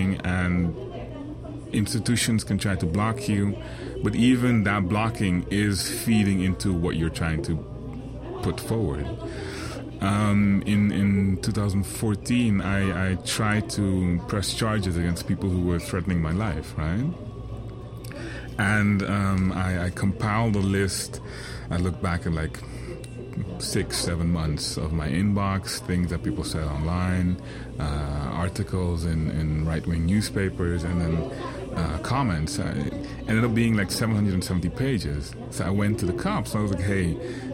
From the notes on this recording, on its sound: Recorded at Spielart Festival, 2019, Munich (DE)